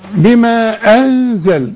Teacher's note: النون اللي بدون تشكيل لا ما استعملتش فيها اللسان. اقول بما انزل، اللسان ملوش شغل.